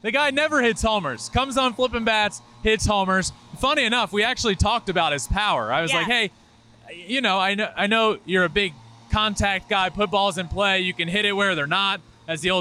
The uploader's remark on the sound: from the field at Petco Park after the Padres-Rays game on Friday night